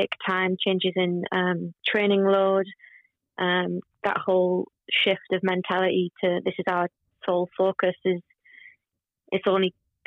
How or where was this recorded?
phone line